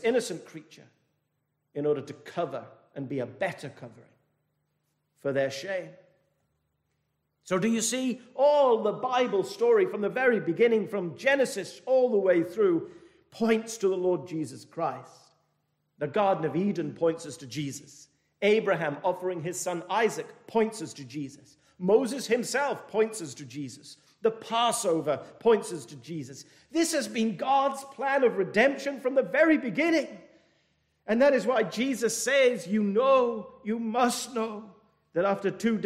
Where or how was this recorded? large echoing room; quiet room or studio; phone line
large echoing room